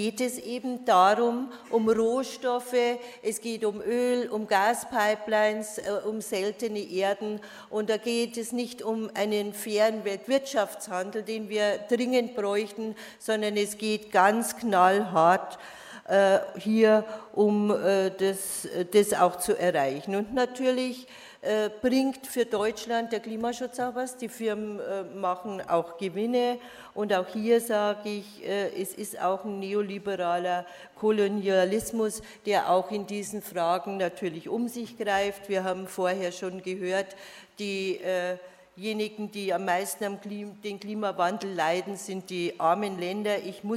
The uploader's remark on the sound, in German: Erstes Panel der Konferenz «Auf der Flucht vor humanitären Krisen» vom 3. Berlin.